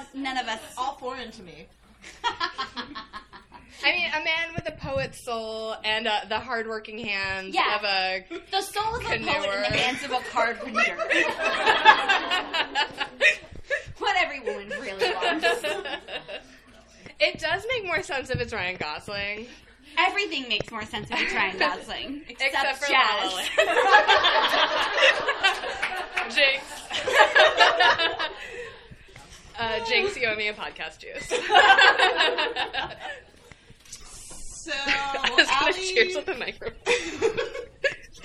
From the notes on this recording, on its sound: A special live episode recorded at Trident Booksellers & Cafe in Boston! LIVE at Trident Booksellers! A special live episode recorded at Trident Booksellers & Cafe in Boston! Thanks again to Trident for having us and to everyone who turned out to see our live show!